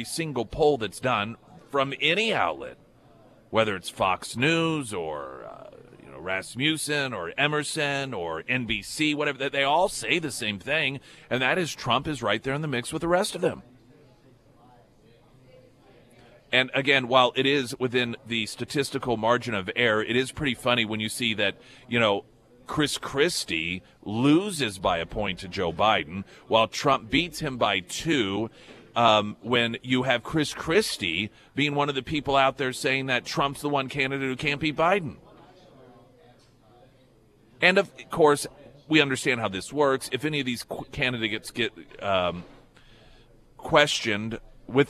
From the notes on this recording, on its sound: live at Scramblers Diner